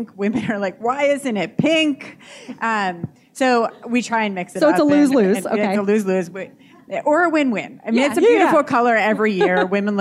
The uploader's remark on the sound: LIVE at the United Airlines NYC Half